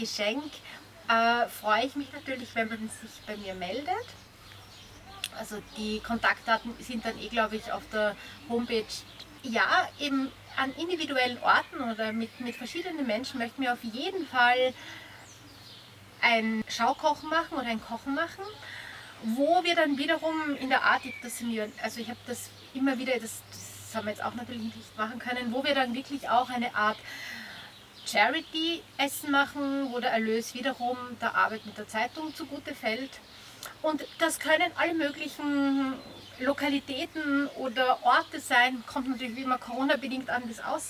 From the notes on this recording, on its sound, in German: Zum Gespräch im Garten. Wir verzichten auf ein Telefoninterview und ziehen es vor – Corona bedingt – im Freien zu plaudern.